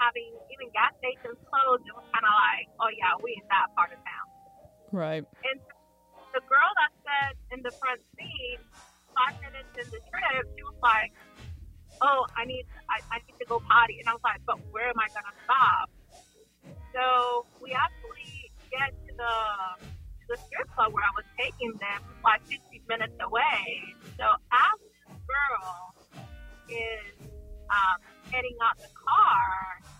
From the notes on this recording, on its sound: We talked with another guest on the phone.